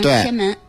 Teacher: 他把这安字给吞了 · Term: 吞音